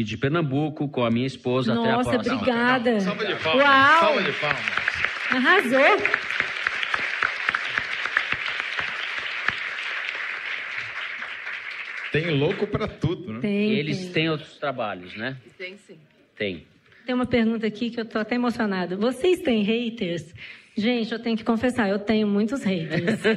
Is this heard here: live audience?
yes